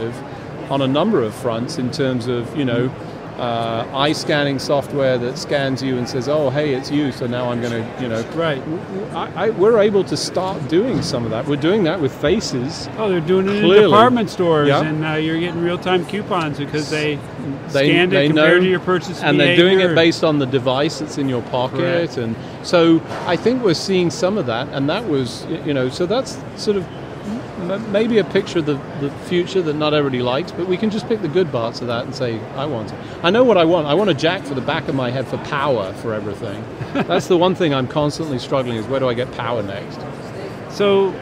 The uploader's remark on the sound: LIVE from #HiMSS17